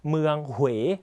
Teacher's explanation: สังเกตตัวอูคือเสียงเลื่อนนะครับทำให้เราต้องออกเสียงห่อปากนั่นเองนะครับ